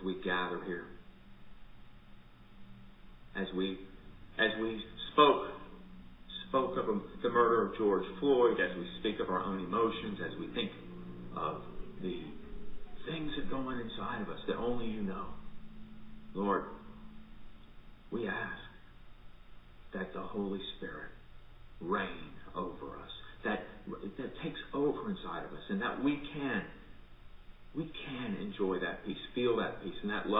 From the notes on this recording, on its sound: Recorded at MPPC for worship on Sunday, June 7, 2020 at 10 am